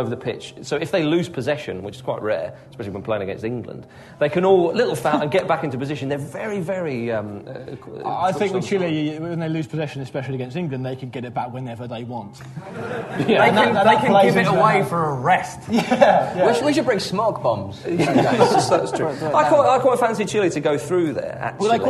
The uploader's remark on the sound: A very live Ramble. The team descend on the Arcola theatre in the East end of London to put on a live Ramble in front of a baying and paying crowd.